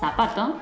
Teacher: En España, el sonido de la S y de la Z es diferente, mientras que en Latinoamérica el sonido es igual. Zapato empieza con Z y suena igual que salado, que empieza con S.